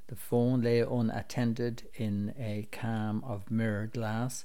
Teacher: the assonance between those long vowel sounds slows down the poem's rhythm and gives the effect of the poet waiting patiently for his father to come to the phone while the hall clocks tick through the silence.